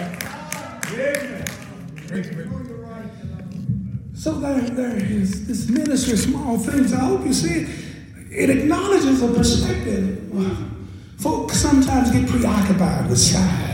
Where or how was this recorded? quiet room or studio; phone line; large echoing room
large echoing room